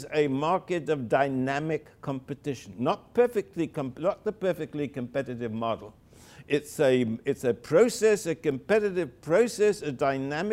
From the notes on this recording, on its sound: delivered the keynote lecture